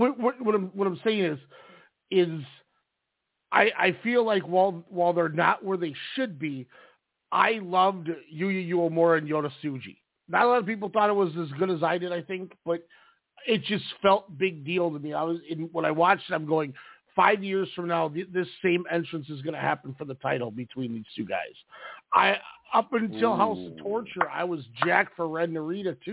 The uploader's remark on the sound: We are live with so much to discuss, we said screw the run sheet, it's out the door! The phone lines are open.